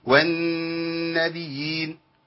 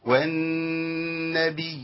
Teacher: والنبيين هو ده الصح، ان انا امكن للايه للياء المشدده اولا، يبقى انا عندي ياء ساكنه بعدها ياء متحركه بعدها ياء ماديه ساكنه، ثلاث ياءات · Shown in: second take · Term: تمكين الياءين